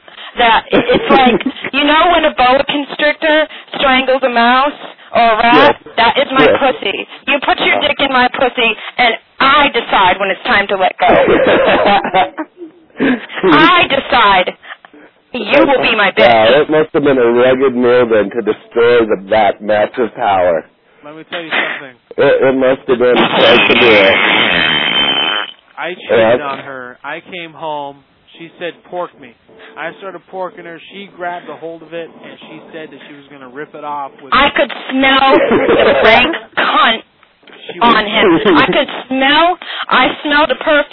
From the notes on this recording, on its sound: …'s Personal Prank Phone Calls Collection.